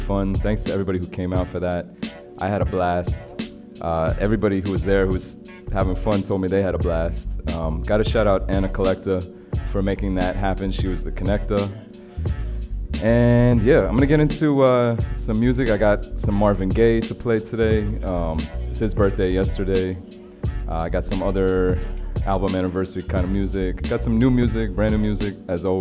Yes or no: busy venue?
yes